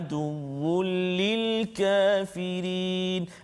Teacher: Aduwwul li tanwin bertemu dengan lam kita tak boleh dengung uh, hukum dia idgham bila gunnah bila ha, maksudnya masukkan bunyi tanwin tu ke dalam lam tanpa dengung